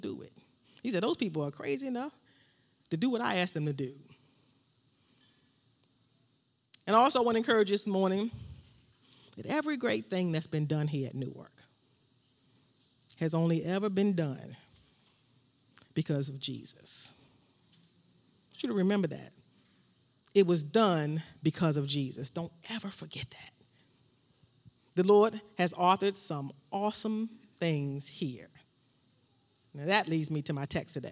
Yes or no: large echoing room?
yes